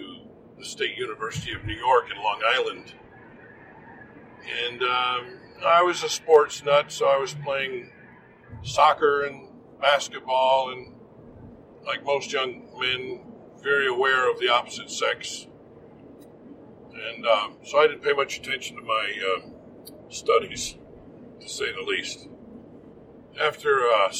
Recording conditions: inside a vehicle